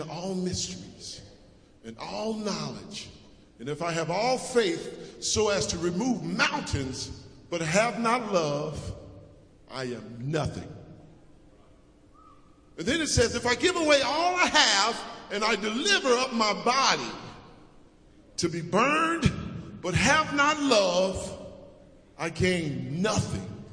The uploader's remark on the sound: preached at Acton United Methodist Church in a Community Thanksgiving Service